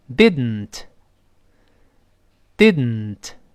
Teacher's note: 读完 did，舌尖顶上去要发那个 d，但顶住不动，鼻子出气儿。我们体会一下，didn't didn't 会了吧？didn't 变成 did，舌尖顶住，把它粘住。didn't didn't 鼻子出气儿，didn't 好了。But it didn't work. · Term: 鼻腔爆破